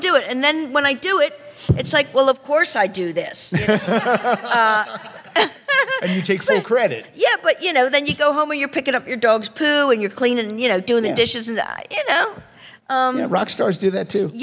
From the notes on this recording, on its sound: Recorded in front of a LIVE audience at PensaCon 2023.